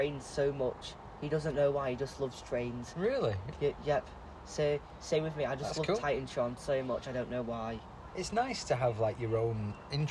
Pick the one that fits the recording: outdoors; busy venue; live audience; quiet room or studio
outdoors